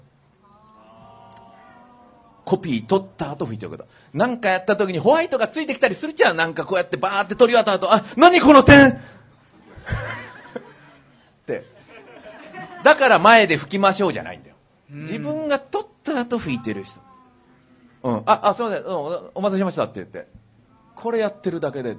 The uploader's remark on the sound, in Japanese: 公開収録イベント。TSUTAYA TOKYO ROPPONGIにて開催しました。